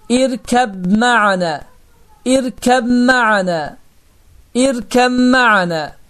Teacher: B hərfi olduğu halda B hərfini tələffüz etmirik, mim hərfini isə qoşalaşdırıb bu cür oxuyuruq · Deməli, burada idğam mütəcənisəyin baş verəcəkdir və B hərfi oxunmayacaq, mim hərfi isə qoşalaşacaqdır